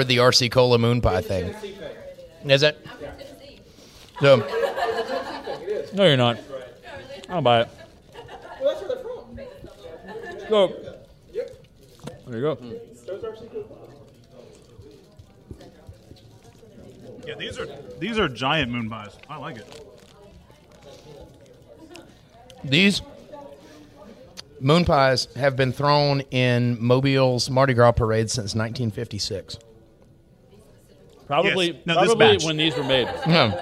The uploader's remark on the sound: LIVE from Mobicon 2016. We had a blast at Mobicon over the weekend, during which we were able to perform live in front of a great crowd! We want to give a special thank you to Mobicon and The Mopcast Network for making this live episode possible!